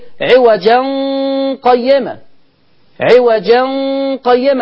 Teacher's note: التنوين يخفى عند القاف إخفاء حقيقي